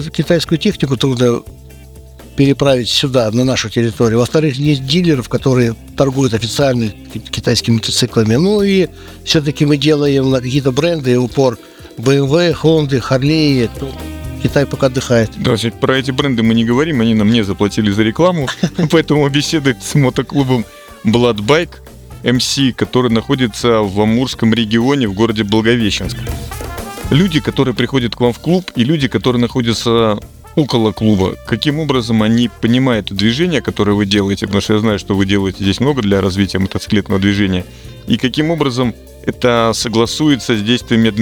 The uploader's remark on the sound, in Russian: Благовещенск. В рамках путешествия в Владивосток по маршруту будущего летнего мотопробега Владивосток-Выборг при поддержке фестиваля Baltic Rally. Записано в полевых условиях в марте 2023 года.